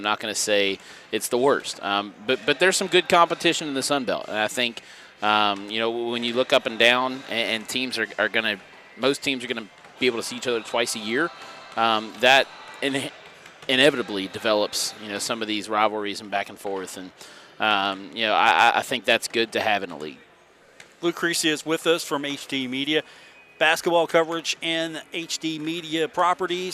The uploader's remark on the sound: live from the Cam Henderson Center on the campus of Marshall University for today's show